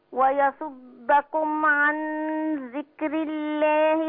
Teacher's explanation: عايز الغنه واضحه بزمن حركتين